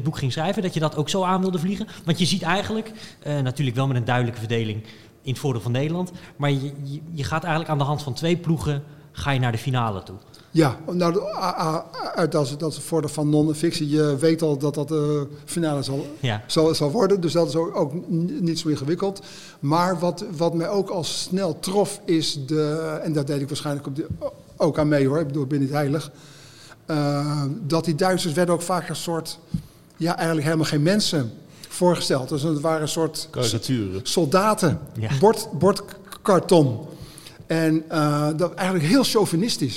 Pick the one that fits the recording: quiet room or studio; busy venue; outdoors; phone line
busy venue